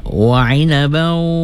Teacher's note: min bertemu dengan waw idgham ya, idgham wa'al gunnah.